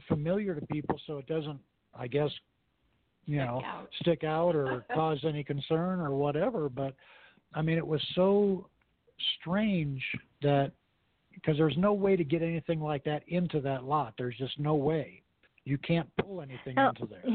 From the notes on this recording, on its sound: take a few calls from audience members